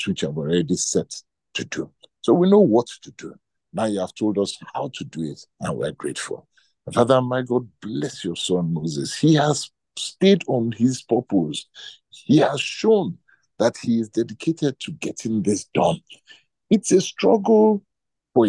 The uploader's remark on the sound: Night Vigil Zoom meeting with The Team Nehemiah Brethren.